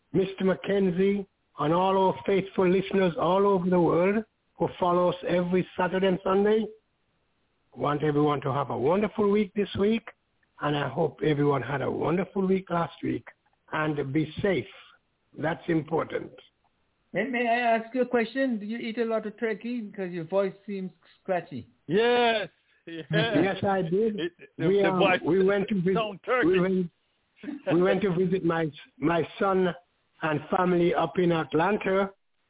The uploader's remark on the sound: Telephone.